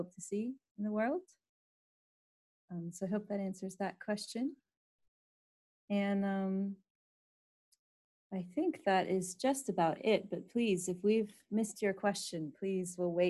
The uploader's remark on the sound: webinar recording